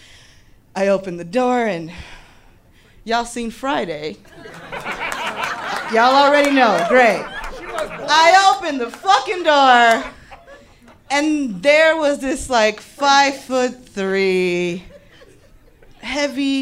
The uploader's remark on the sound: Live From Chicago 3!